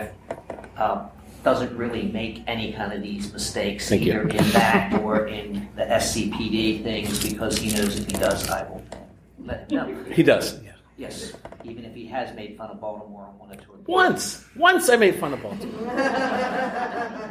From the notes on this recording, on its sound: Another fantastic panel from Balticon 2019.